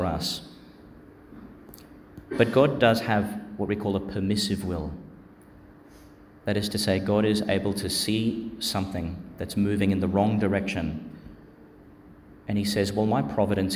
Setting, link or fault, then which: setting, large echoing room